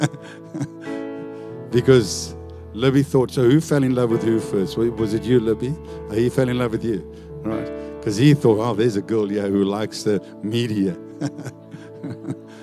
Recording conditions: large echoing room